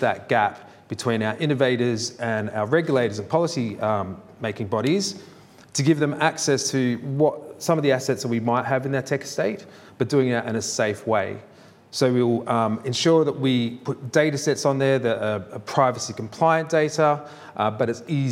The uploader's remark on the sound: Each speaker had eight minutes, followed by eight minutes of questions from the audience.